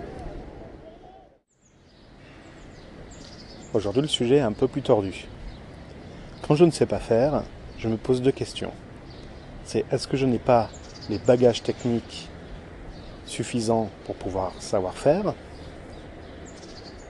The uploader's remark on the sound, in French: Je continue l'enregistrement Live sans remontage. Seul les extraits, intro et conclusion sont insérés en post prod. Enregistrement avec le Zoom H1 en extérieur à Lyon.